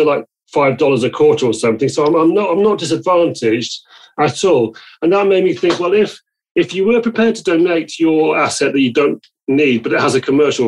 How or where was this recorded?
video call